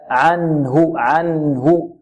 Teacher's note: إخراج النون الساكنة من مخرجها من غير زيادة في الغنة. لا نقول من غير غنة، خطأ. · Term: الإظهار